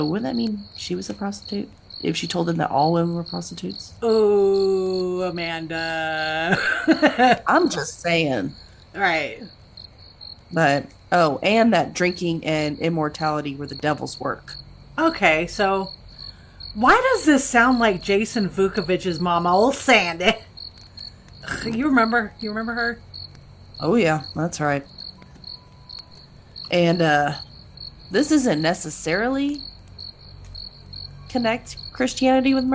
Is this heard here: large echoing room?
no